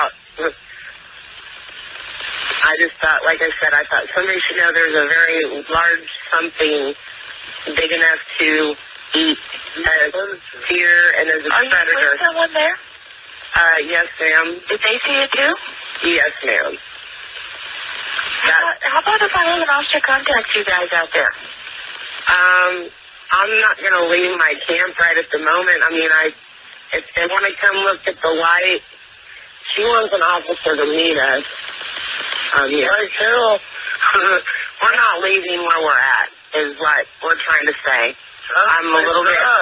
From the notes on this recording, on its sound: San Antonio police have released a 911 dispatch call reporting a Bigfoot sighting. The audio recording between a dispatcher and the homeless couple lasts more than eight minutes.